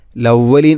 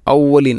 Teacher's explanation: ലവലീൻ അല്ല ഔവലീൻ, ഹംസയെ കൊണ്ടാണ് പറയേണ്ടത്. · Shown in: second take